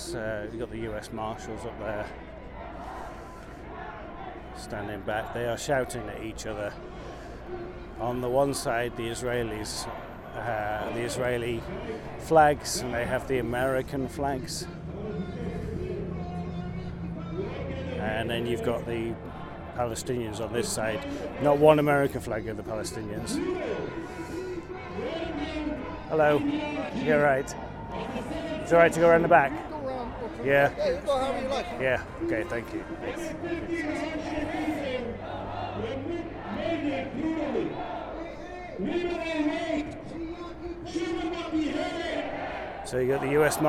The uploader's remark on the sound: Take in the multitude of sounds, sights, feelings, and emotions. As I wander from Casino to Casino, street to street encountering all people from all walks of life.